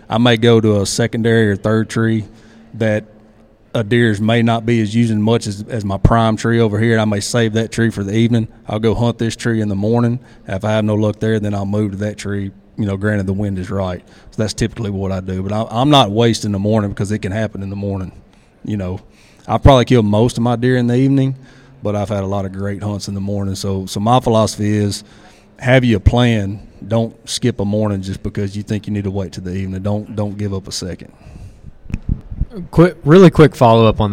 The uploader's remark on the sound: A "Killer" Q & A at The Mobile Hunters Expo